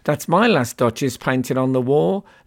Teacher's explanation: iambic pentameter, 10 syllable lines, the syllables alternately unstressed and stressed